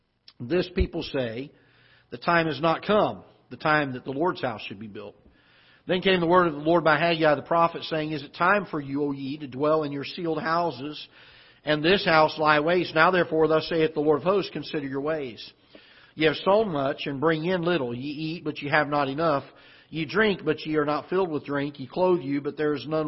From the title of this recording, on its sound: Ketha Heights Baptist Church ~ Live Broadcast